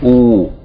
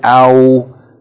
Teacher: oo is the long vowel sound of dhamma with waw, and au is the diphthong sound of fatha, followed by waw with sukoon